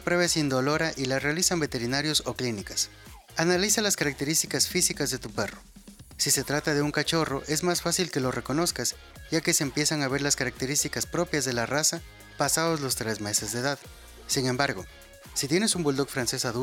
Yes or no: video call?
no